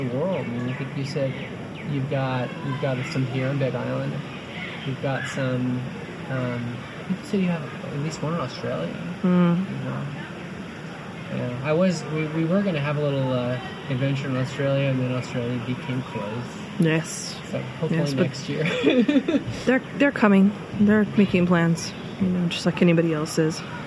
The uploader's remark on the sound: Spontaneously recorded at Carlsmith Beach Park on the Big Island of Hawaii in 2021. Yes, there was some background sound, but I did my best to improve the audio.